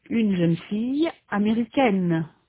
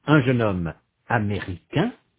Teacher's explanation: In sound, the feminine forms américaine and italienne have a final consonant n that the masculine forms do not. Furthermore, in the masculine form, the final vowel is nasal.